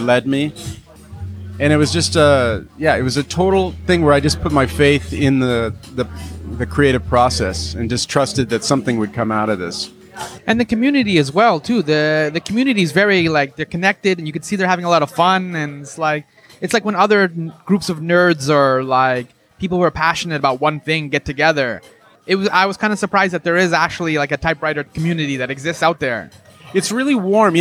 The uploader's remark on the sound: Recorded: Friday October 28, 2017 4:00 pm (EST) at Page One Café. At Page One Café.